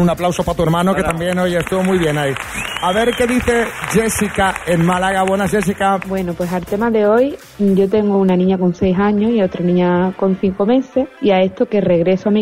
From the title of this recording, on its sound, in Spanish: en directo desde el MUSEO GUGGHENHEIM BILBAO